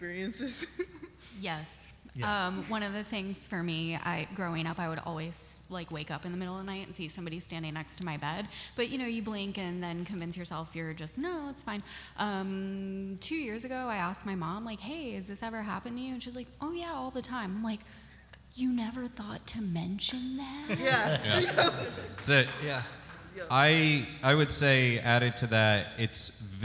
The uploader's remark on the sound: Talking Weird Austin at RTX (Live!). It's Talking Strange Live as we take the spookiness on the road to the Rooster Teeth RTX Austin convention. Recorded before a live audience.